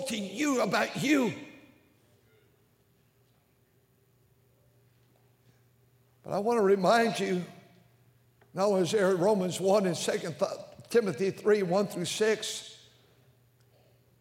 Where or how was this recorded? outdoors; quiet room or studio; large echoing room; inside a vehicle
large echoing room